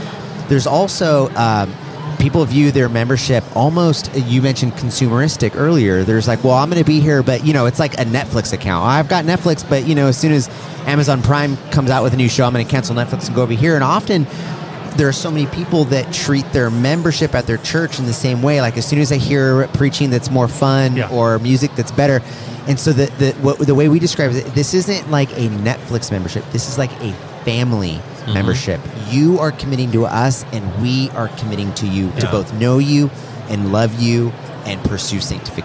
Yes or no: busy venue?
yes